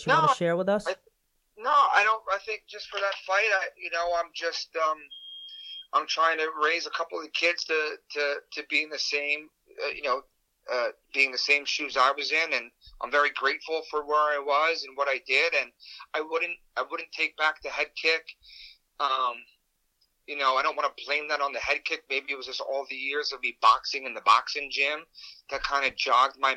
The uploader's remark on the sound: on the phone